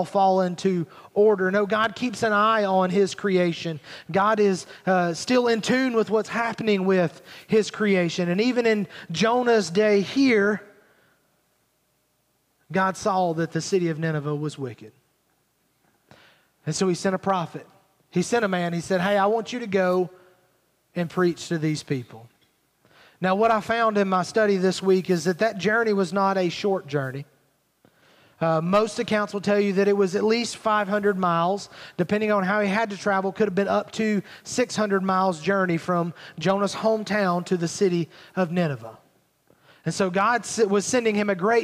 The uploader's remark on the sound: Recorded at Highland Baptist Church Molino FL